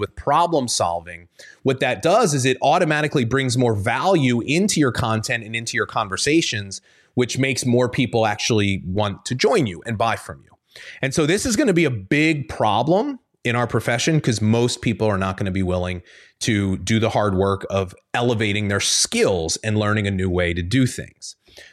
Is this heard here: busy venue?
no